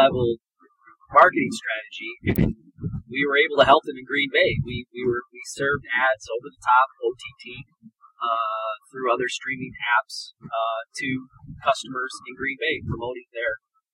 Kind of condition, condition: fault, poor sound quality